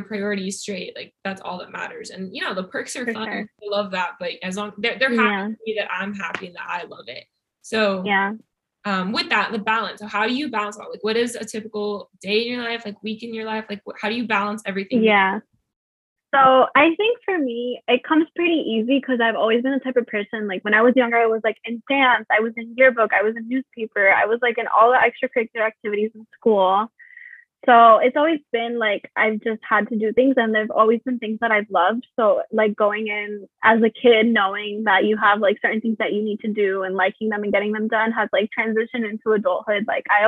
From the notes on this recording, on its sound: I apologize for the poor audio quality I was still trying to figure recording with guests via zoom